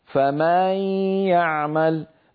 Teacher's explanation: يمط صوته زيادة في فتحة الميم في كلمة فمن، فيتولد من ذلك ألف، وكأنه زيد في القرآن حرف. · Term: التمطيط